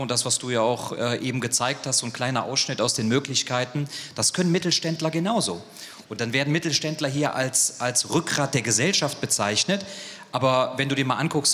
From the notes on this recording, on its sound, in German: Außerdem nahm er an einer Podiumsdiskussion teil, die dieses Thema weiter vertiefte. Aus diesem Anlass stellen wir hier einen Mitschnitt dieser Diskussion zur Verfügung.